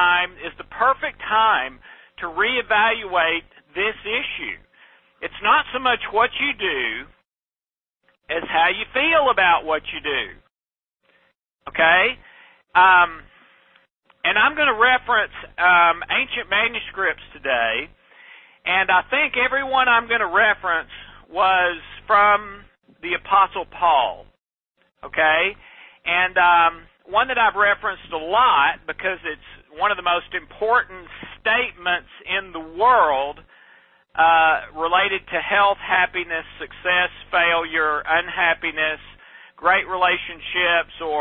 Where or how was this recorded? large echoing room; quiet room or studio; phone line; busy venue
phone line